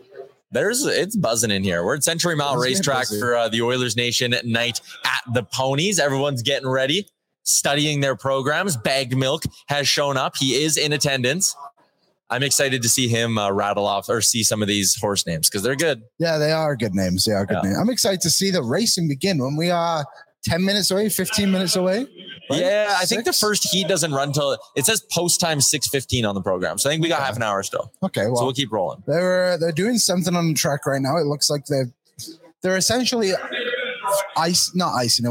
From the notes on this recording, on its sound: live from Century Mile Racetrack and Casino for a Friday evening show